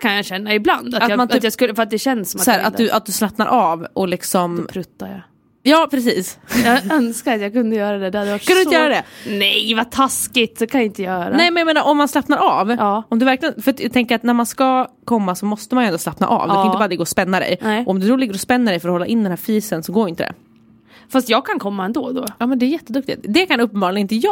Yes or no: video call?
no